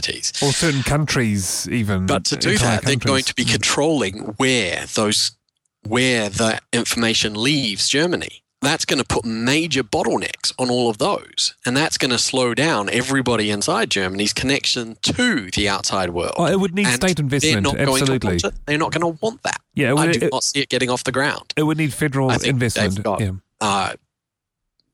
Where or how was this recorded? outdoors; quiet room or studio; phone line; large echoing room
quiet room or studio